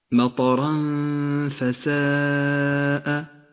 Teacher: إخفاء بين التنوين وحرف الفاء وكلمة فساء فيها مد متصل تشير إليه هذه الألف التي لونت